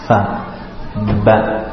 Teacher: fa is from the inner lips, with the teeth on the bottom of the inner lip, fa. See, so the makhraj is different.